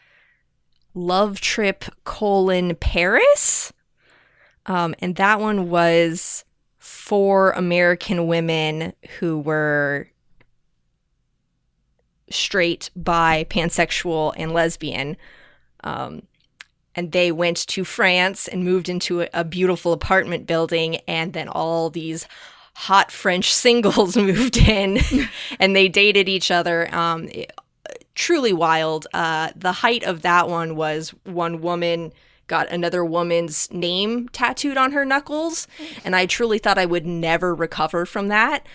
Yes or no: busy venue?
no